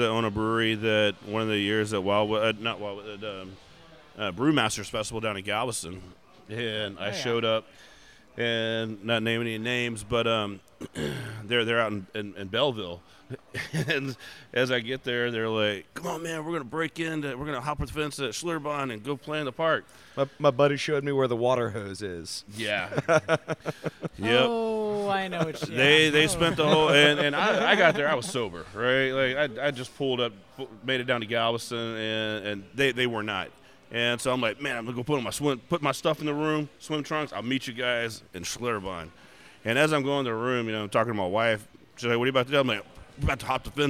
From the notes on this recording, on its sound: This week we stop by Urban South HTX